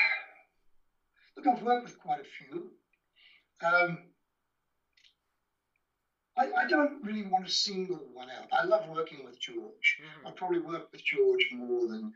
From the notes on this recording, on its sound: the audio may not be great